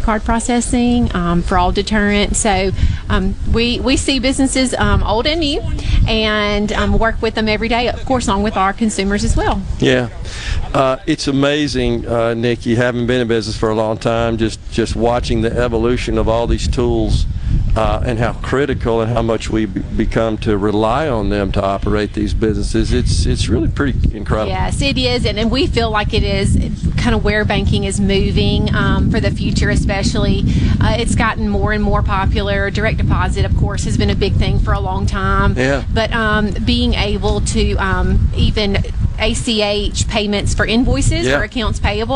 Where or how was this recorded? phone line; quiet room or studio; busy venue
busy venue